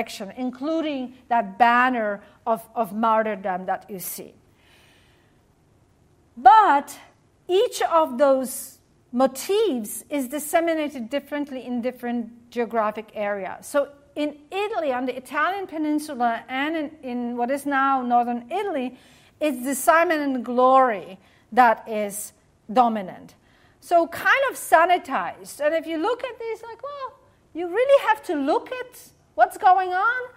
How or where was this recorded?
live audience